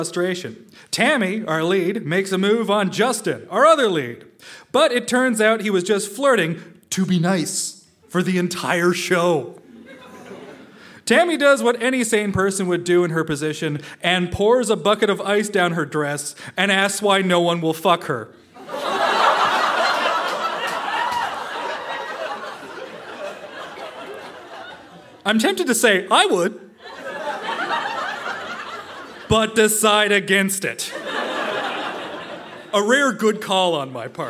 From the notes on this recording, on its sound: Recorded live at The Spice Factory in Hamilton.